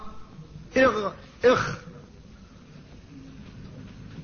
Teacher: أدناه غين خاؤها، أدنى الحلق أي أقربه إلى اللسان وإلى الفم وآخر الحلق عند أصل اللسان، تخرج منه الغين والخاء